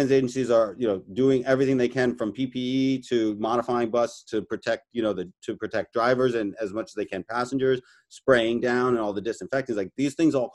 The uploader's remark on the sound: This is episode was recorded remotely.